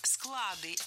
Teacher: Нужно говорить склады, если речь идет о хранилище. В этом случае ударение остается на основе.